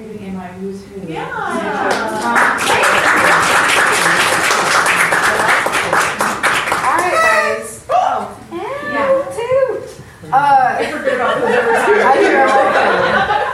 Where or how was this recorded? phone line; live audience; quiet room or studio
live audience